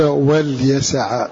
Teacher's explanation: بإسكان اللام وتخفيف الياء